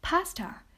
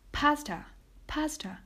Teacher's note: Pasta with that schwa at the end.